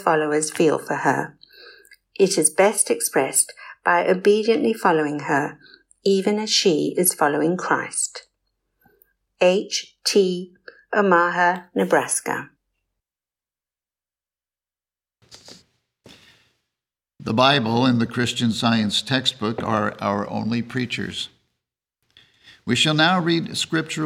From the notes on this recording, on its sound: The Sunday service audio from February 18th, 2024